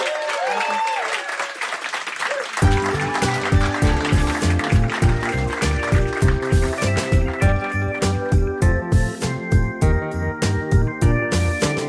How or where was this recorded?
live audience